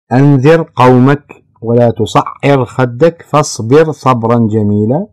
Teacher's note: ترقق الراء رغم أن بعدها حرف استعلاء، لأن حرف الاستعلاء وقع في كلمة والراء في كلمة